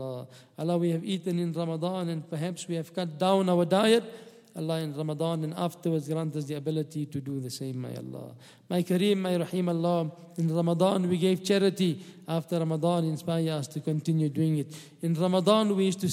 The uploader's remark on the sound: at the Houghton Masjid (West Street)